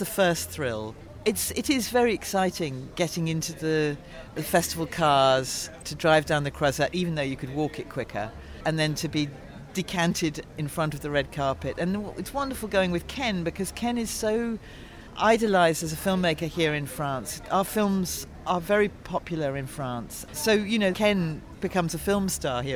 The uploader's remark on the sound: Screen International reports from the Cannes Film Festival. Special edition recorded on the ground at the Cannes Film Festival.